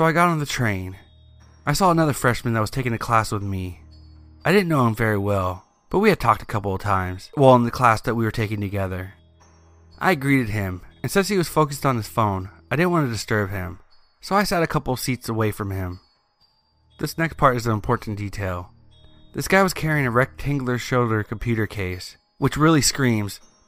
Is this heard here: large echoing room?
no